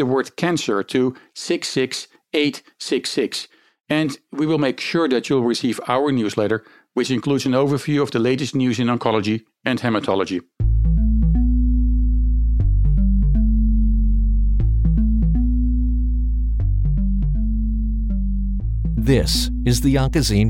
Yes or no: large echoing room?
no